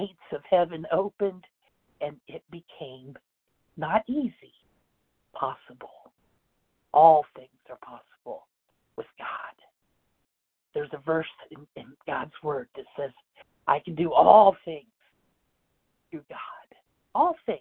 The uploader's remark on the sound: 100 Pounders Phone Meeting